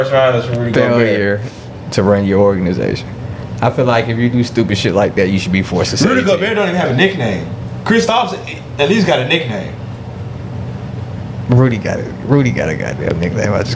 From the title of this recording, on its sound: Live from the NBA DRAFT